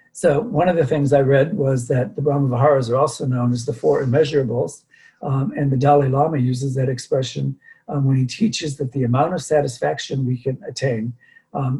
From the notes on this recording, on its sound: Dharma talk via Zoom.